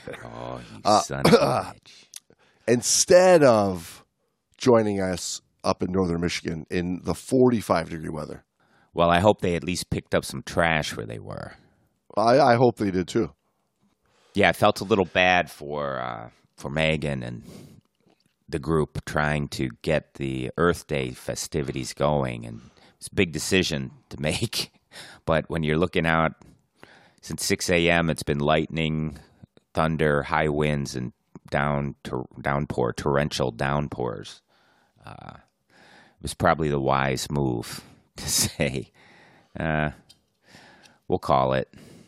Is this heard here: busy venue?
no